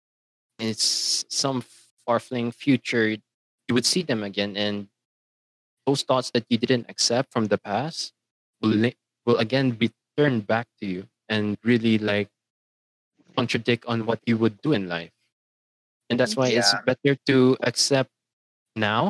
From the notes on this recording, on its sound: Due to fluctuating signals at the time recording of the video did affect the quality of the voices, apologies I could not fix it at post.